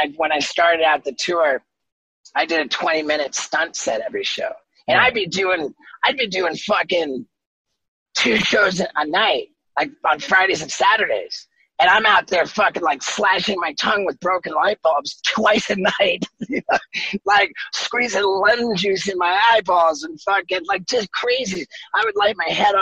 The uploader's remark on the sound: We reconnected in the summer of 2020 over Zoom in two separate conversations.